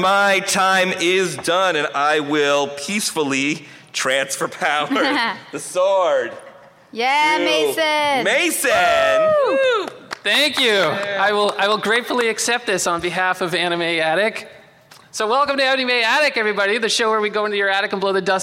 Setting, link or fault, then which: setting, busy venue